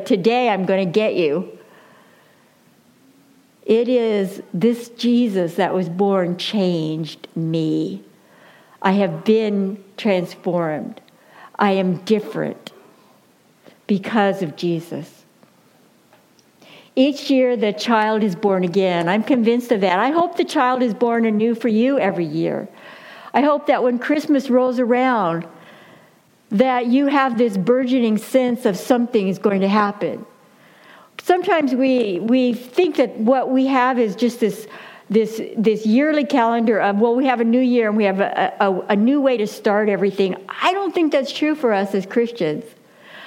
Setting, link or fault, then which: setting, large echoing room